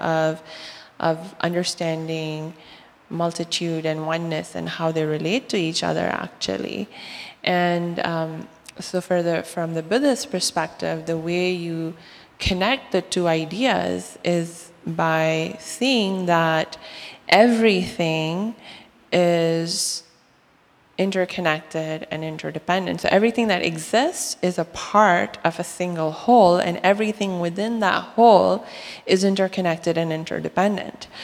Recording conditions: live audience